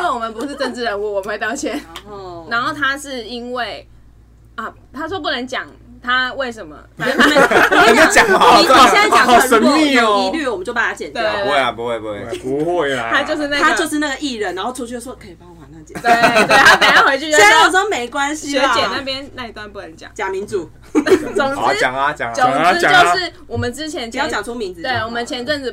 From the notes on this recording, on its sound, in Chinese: 這集首次來了兩個來賓，現場鬧哄哄。